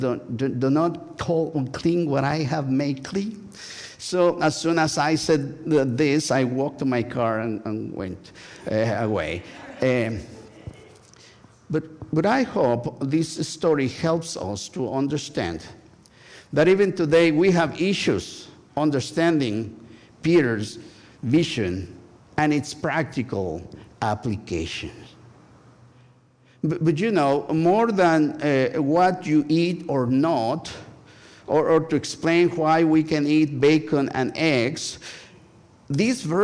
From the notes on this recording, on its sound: Join First United Methodist Church of Pacoima for a special recorded live service on August 27, 2023. We are located at 12550 Van Nuys Blvd.